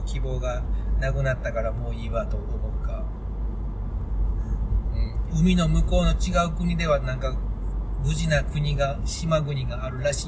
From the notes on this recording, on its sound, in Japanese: 番外編２ 車中にて。ここからは長野県から三重県松阪市までの5時間のドライブ中の車中の会話収録です。